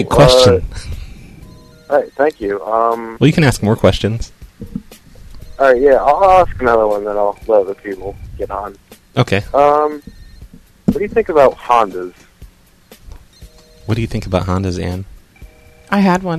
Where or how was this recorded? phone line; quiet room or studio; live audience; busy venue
phone line